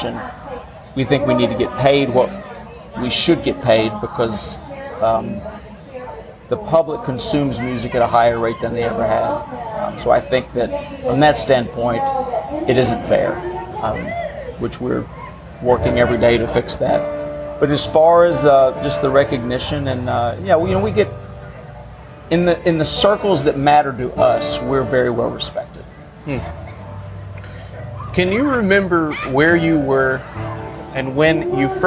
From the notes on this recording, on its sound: At the 18th annual John Jarrard Foundation concert at the Brenau University Front Lawn in Gainesville, Georgia. There's a lot of background noise, but you can understand the conversation.